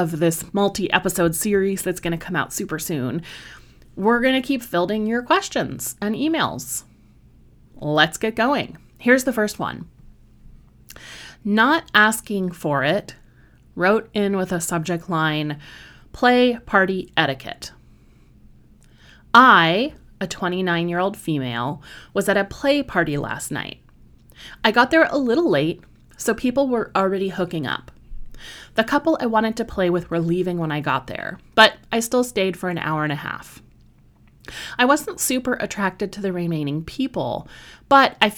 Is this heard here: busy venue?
no